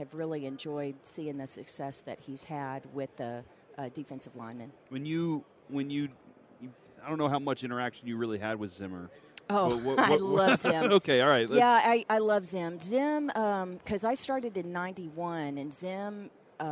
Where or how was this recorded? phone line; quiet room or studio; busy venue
busy venue